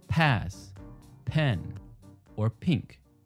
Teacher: You can actually feel this puff of air if you put your hand in front of your mouth and say pass, pen, or pink. · Term: aspiration